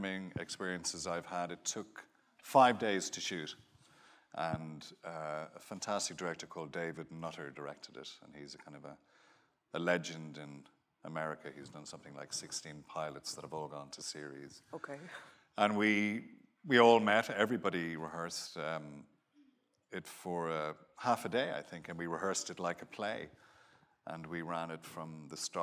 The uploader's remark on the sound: joins us at the Apple Store, Kurfürstendamm in Berlin